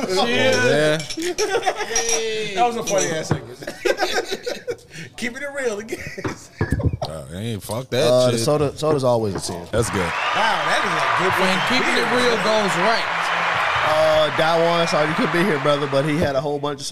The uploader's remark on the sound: On today's show, we live at Panther Creek Brew's.